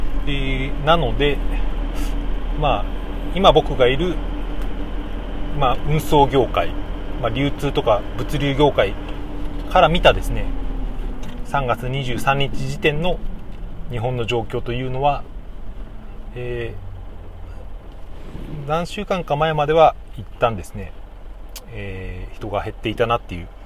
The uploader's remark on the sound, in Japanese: トラック運転しながら配信してます。